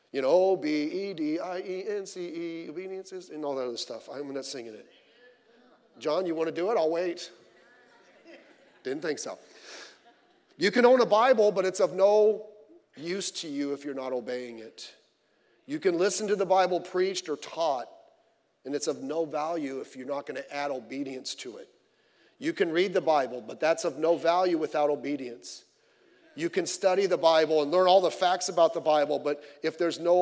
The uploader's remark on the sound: Sunday Morning Service.